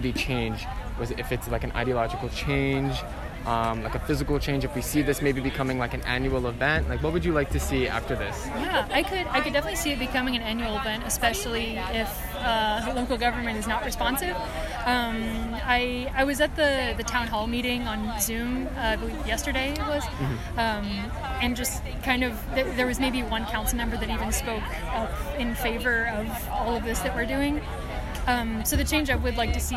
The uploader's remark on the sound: Today’s broadcast features interviews from activists, volunteers, business owners and natural sound from the protest. “Enough is Enough” protest at Dunn Meadow.